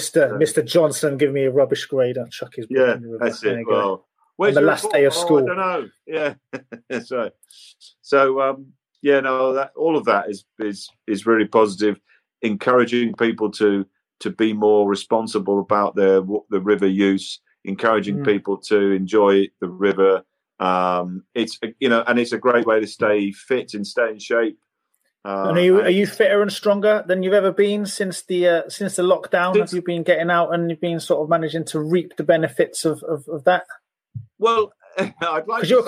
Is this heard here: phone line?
no